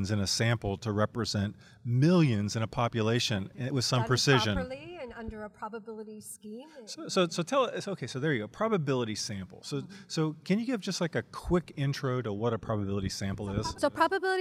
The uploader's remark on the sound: Live From the WSC